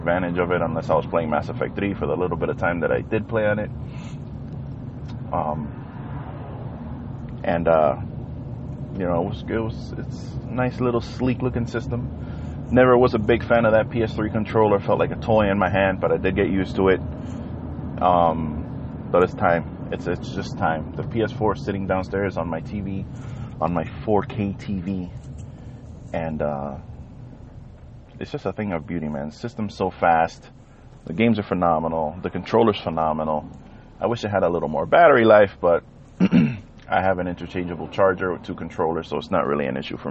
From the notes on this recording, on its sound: The Everything Carcast!